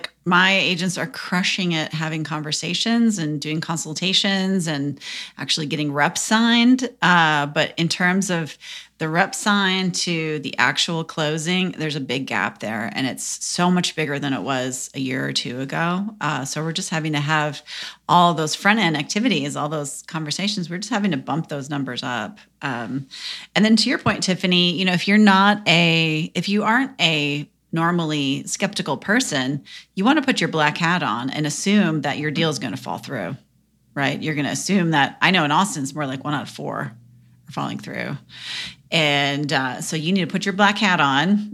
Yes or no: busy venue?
no